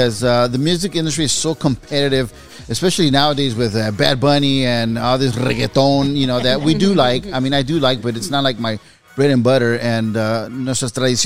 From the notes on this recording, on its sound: This is from a Live Broadcast from Horchateria Rio Luna located in Paramount, Ca.